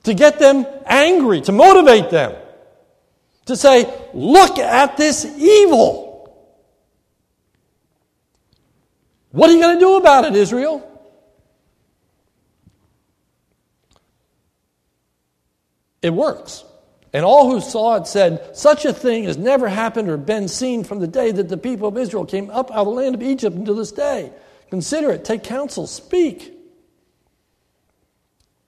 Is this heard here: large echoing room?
yes